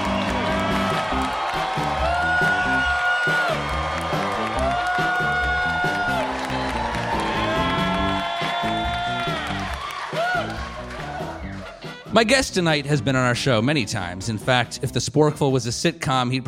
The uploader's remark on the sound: on stage at Swedish American Hall in San Francisco